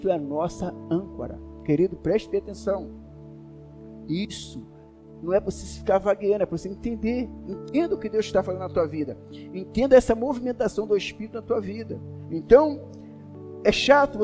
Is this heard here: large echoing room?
yes